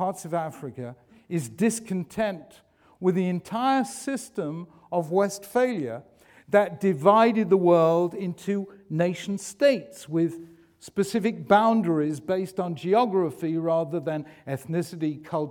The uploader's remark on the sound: In this public lecture